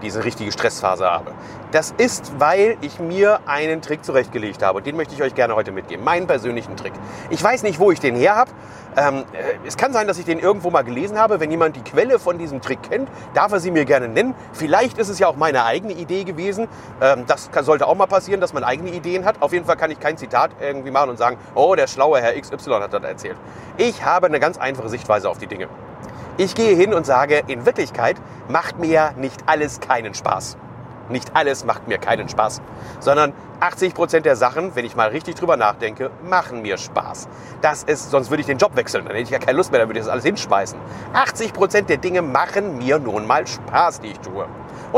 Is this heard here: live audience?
no